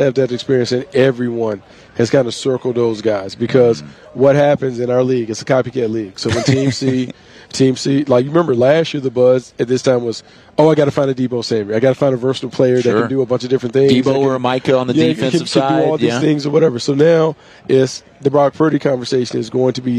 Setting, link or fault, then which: setting, busy venue